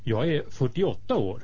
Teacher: шведы часто не произносят, проглатывают последнюю согласную, и вместо «jag är» слышно «я е»